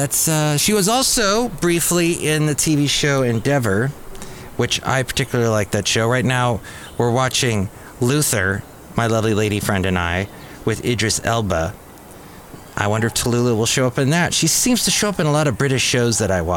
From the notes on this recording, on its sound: podcasts live from Café Anyway